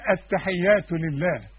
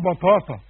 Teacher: تاء وطاء. فالطاء تخينة. التاء نقول التحيات لله. إنما الطاء نقول بطاطا مش بتاتا